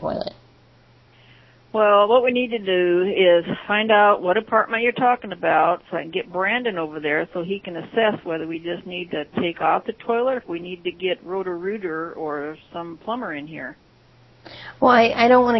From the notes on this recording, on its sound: RBCP's Personal Prank Phone Calls Collection